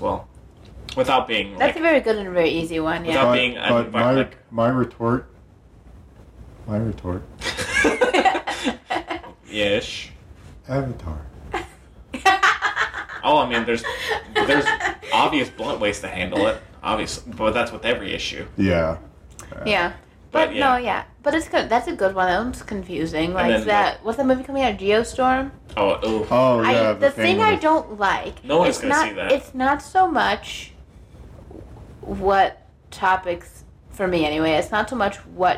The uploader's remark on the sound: very sorry for the static and mic noise!